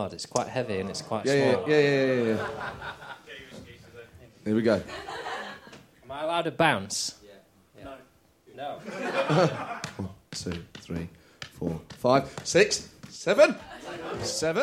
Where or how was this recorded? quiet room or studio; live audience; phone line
live audience